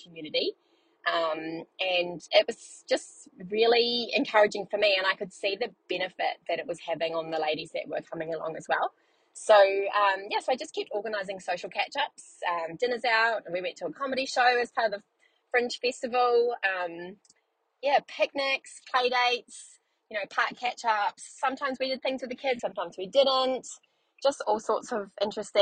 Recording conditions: inside a vehicle